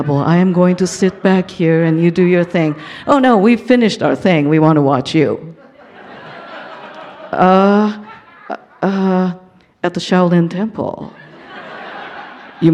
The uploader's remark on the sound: Told live onstage at Bawdy’s 15 year Anniversary event